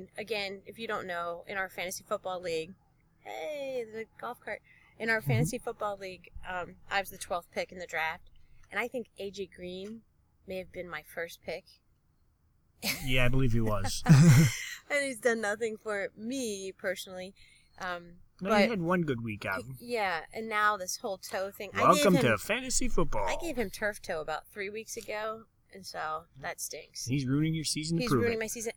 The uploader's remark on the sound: This week our Ankle & Foot Fantasy Football Podcast is live/recorded from Disney's Fort Wilderness Campground. Enjoy the sounds of nature/ Disney buses and golf cats all around us.